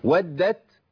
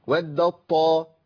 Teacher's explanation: التاء ذهبت بالكليه وابدلت بطاء ممثله للطاء اللي بعديها فبقت طاء مشدده · Term: الادغام الكامل